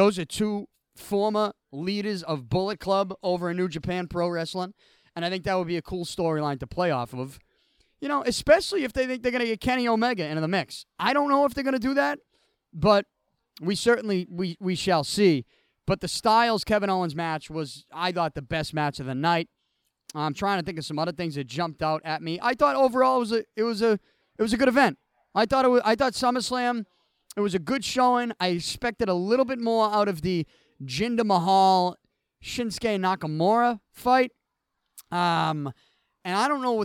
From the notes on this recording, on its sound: I recorded from outside of Beantown Athletics during the Total Solar Eclipse.